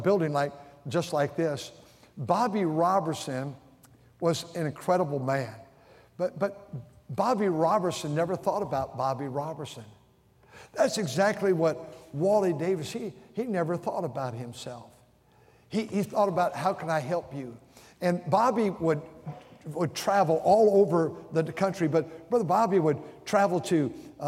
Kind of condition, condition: setting, large echoing room